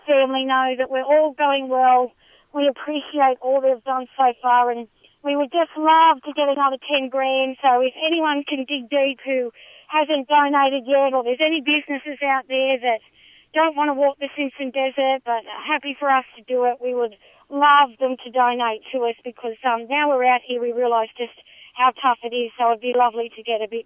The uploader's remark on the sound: Live from the Simpson Desert Hike to Help Jenny's Place. A third of the way into the journey we caught up with trek leader and Jenny’s Place Community Relations Coordinator. Thanks to a trusty satellite phone.